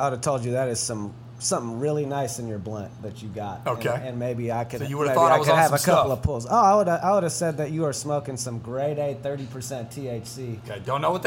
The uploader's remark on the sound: There is also video of this episode ( ) shot on location at McGee's in Alameda.